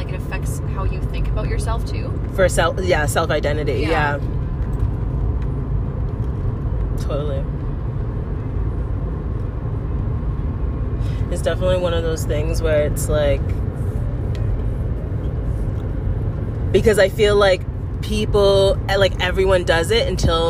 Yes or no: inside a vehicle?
yes